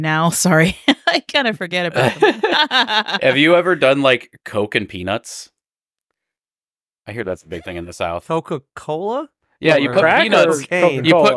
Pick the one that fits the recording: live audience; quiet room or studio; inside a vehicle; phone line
quiet room or studio